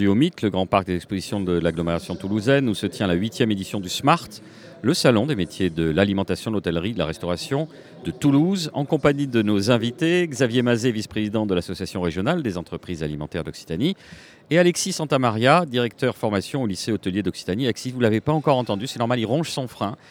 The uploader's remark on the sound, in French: En direct du Smahrt 2024